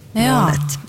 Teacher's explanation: Det der kalles for utlydsherding, og det er det som skjer når en lyd som egentlig er stemt, sånn som D, hvor det er lyd, blir til en ustemt lyd, sånn som T, hvor det ikke er noe lyd. Så da har altså den der D-en i slutten av måned blitt til en ustemt T